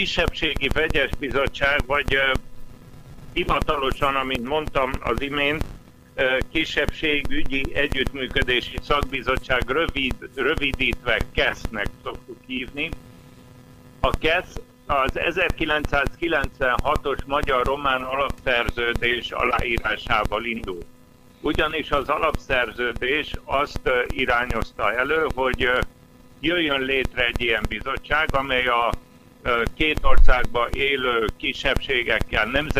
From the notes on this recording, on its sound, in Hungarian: A hangminőséget a telefonkapcsolat befolyásolta, a téma fontossága miatt mégis közöljük a beszélgetést; újrarögzítésre nem volt lehetőségünk.